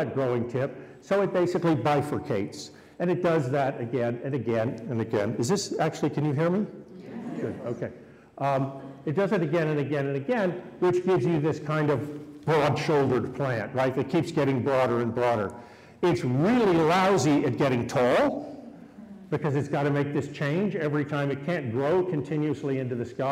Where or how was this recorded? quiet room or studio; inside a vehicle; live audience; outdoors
live audience